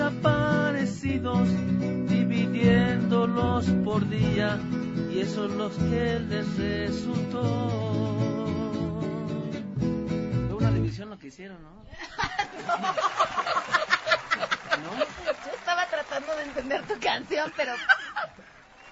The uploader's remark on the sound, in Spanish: Transmisión desde la Fiesta del Libro y de la Rosa 2019. Transmisión desde el CCU.